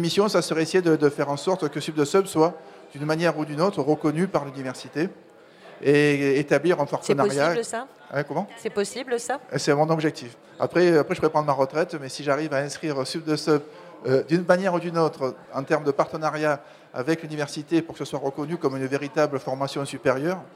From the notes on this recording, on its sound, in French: Sup de Sub à La Criée. Émission réalisée en direct avec les étudiants et des invités de Sup de Sub autour des questions portées par cet enseignement expérimental.